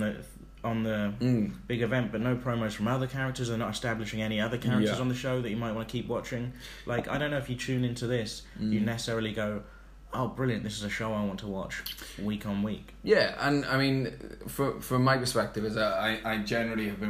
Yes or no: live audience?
no